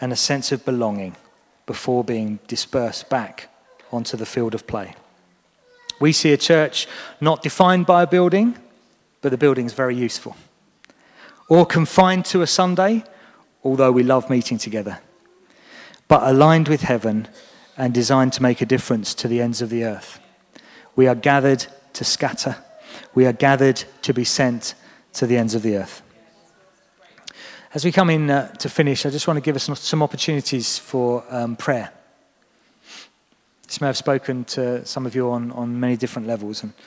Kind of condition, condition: setting, large echoing room